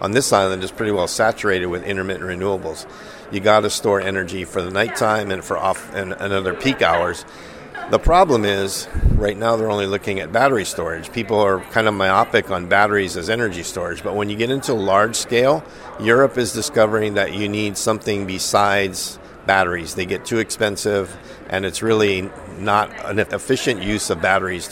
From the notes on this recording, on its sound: the GreenBiz team reports on the ground from the VERGE Hawaii 2017 conference